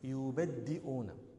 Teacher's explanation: وحقيقة هذا اللفظ بكسر الدال والهمز، يعني بكسر الدال والهمز يبدئون.